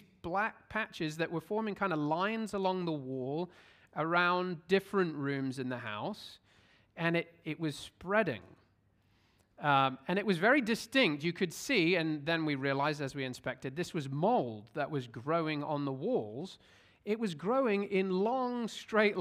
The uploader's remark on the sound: at Covenant Hope Church in Dubai, UAE on Sept 3, 2023